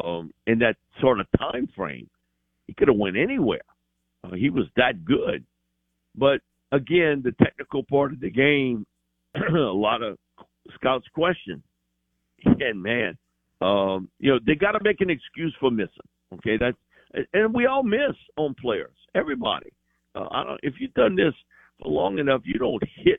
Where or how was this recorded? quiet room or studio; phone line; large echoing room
phone line